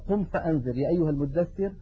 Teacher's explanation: ينتقل من مخرج الهمزة في كلمة أنذر إلى مخرج الذال وهو طرف اللسان مع أطراف الثنايا العليا · Term: الإخفاء